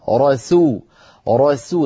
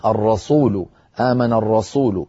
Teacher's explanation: ننتقل من راء مفخمة لسين مرققة · Shown in: first take · إن لم نفعل خرجت معنا الرسول، آمن الرسول، صارت السين صادا بسبب أننا انتقلنا من راء مفخمة إلى سين مفخمة، وهذا ما فعلتيه سهوا.